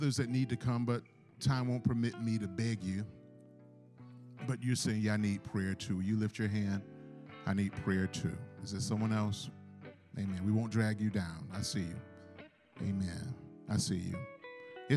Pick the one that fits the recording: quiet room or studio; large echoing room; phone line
large echoing room